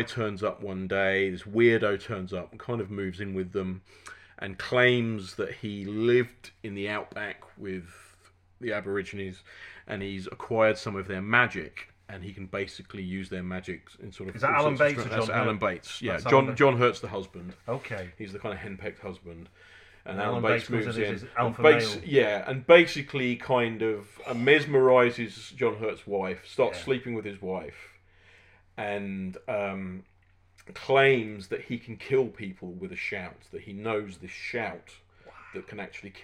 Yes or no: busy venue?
no